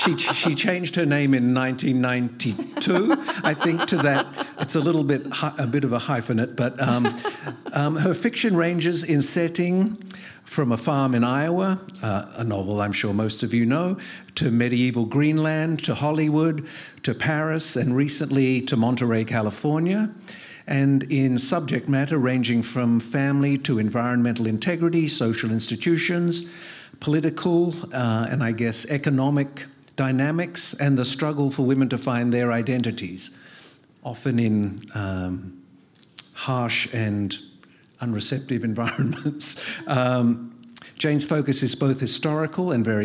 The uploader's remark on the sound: At this exclusive in-conversation event. At The Wheeler Centre.